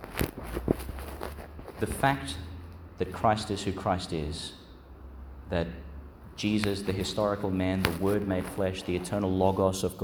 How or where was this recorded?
large echoing room